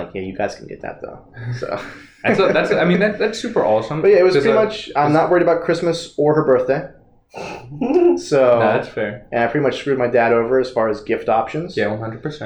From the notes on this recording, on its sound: If you couldn't tell, we forgot to plug in our good mics! While the sound quality may not be the best.